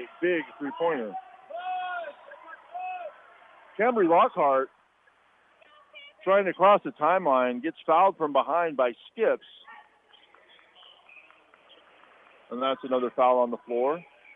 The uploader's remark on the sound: The full play-by-play broadcasted live. From the "Thunderdome". This podcast episode was created to document what looks like the last home court game at TMHS. KINY's live basketball coverage.